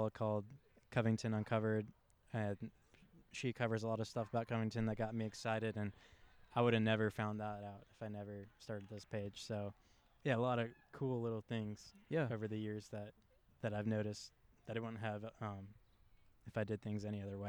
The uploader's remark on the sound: The background audio may have noise, as we recorded in a park.